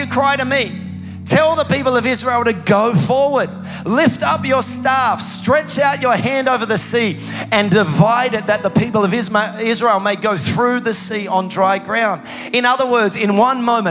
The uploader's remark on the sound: Recorded live at Planetshakers Church (Melbourne) on Sunday 13th of August 2023.